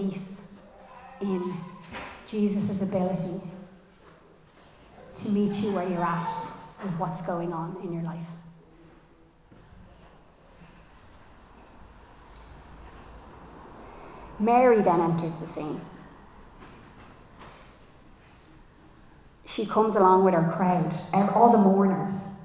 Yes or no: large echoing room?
yes